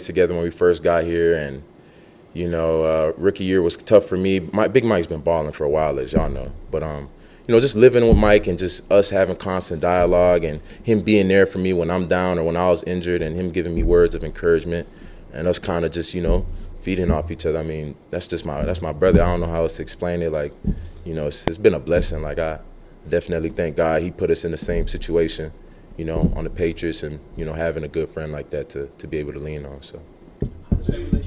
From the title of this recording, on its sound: Press Conference